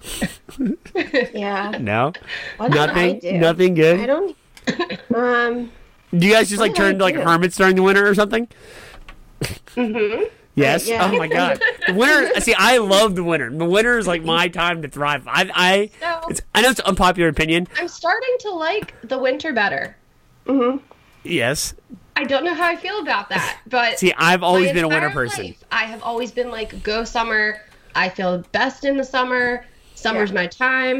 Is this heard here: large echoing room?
no